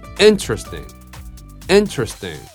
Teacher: このストレスの位置が最初のイだね